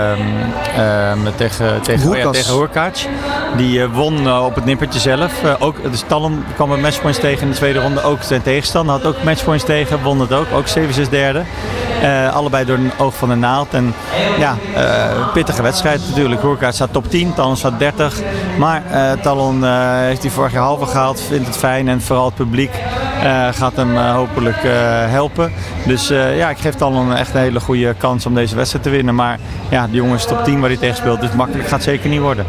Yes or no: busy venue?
yes